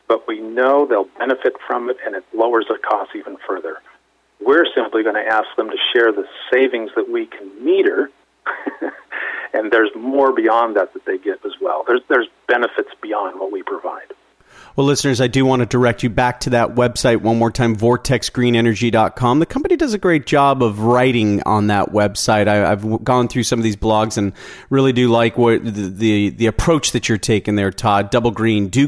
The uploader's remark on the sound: called in to SmallCapVoice